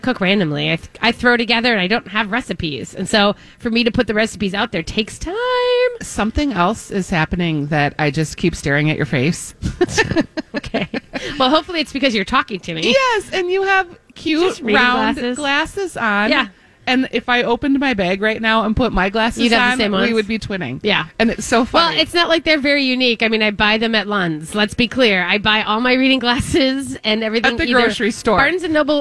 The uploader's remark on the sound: Broadcasting live at Southern Lights bringing awareness to cancer.